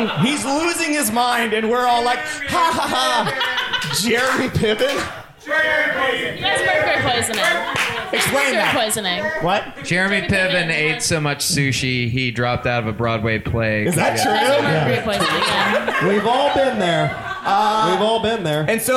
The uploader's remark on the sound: YSLW LIVE! It’s the first LIVE edition of You Should Love Wrestling, emanating from the Pack Theater in Los Angeles!